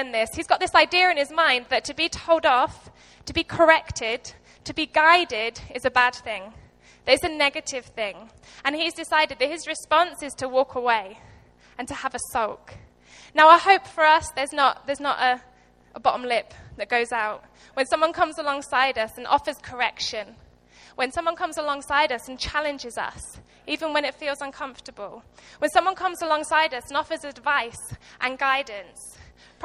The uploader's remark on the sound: Recorded live at Life Church Lancashire